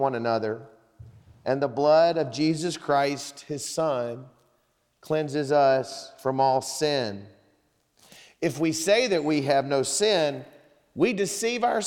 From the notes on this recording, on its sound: Sermon Audio from Sunday, September 3rd, 2023